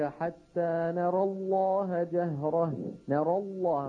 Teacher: فإن فخم الراء لا بد من أن يفخم لفظ الجلالة